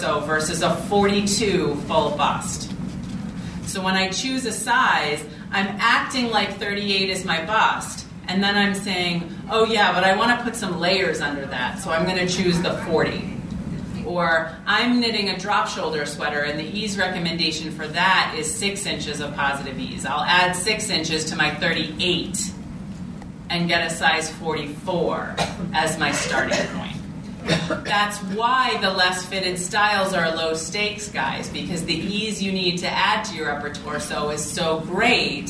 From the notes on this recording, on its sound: takes you to the 2016 New York Vogue Knitting Live event